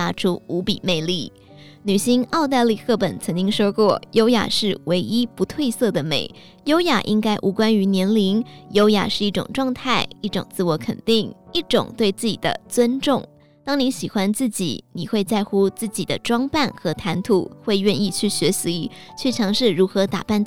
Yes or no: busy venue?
no